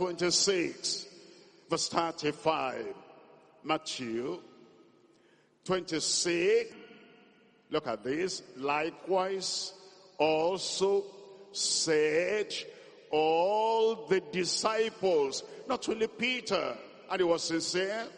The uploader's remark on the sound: This message was preached at a Workers Meeting at the The Deeper Life Bible Church Headquarters.